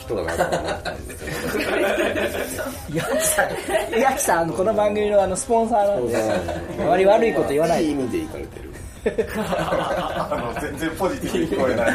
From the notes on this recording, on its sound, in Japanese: ３周年記念公開収録オフ会。